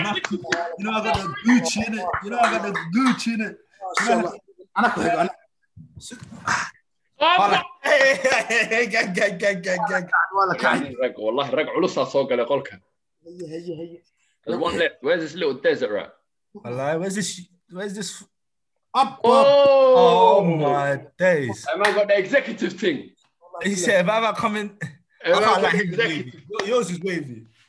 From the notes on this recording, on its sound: As quarantine continues the Zoom talk continues.